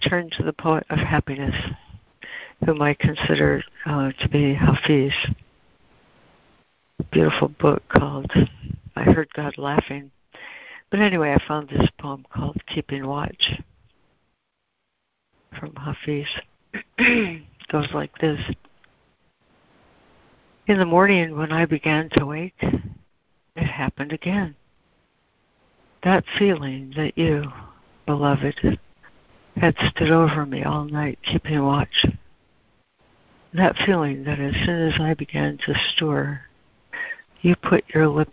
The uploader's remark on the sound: ACIM Daily Conference Call